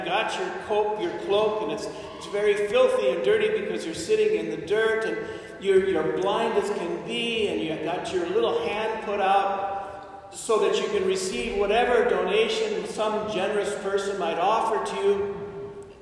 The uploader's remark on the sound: This homily was delivered at Saint Therese Church in Albuquerque, New Mexico on October 24, 2021.